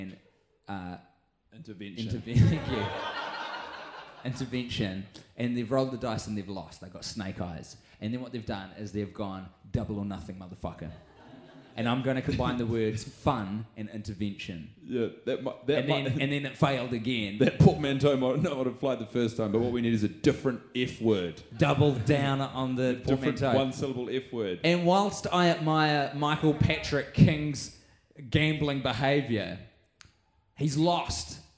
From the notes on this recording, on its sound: The lads are watching in front of a live audience downstairs in the concrete basement of a pizza restaurant - The Montecristo, which the boys are running as a new comedy venue in their hometown.